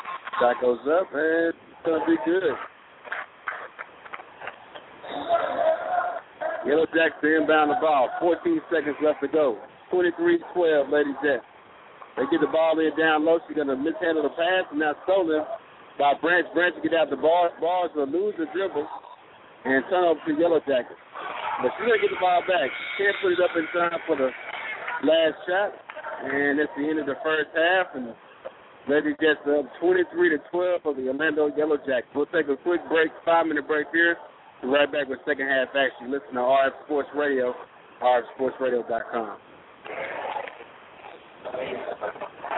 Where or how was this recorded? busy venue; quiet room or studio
busy venue